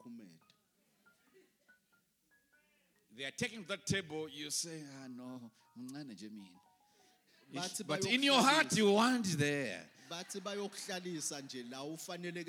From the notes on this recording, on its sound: Recorded live at The Apostolic Hub.